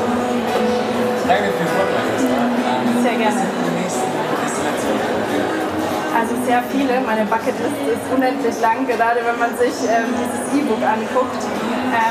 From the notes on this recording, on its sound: Had the pleasure to speak at the Berlin Travel Festival. This podcast episode is a recording of her talk.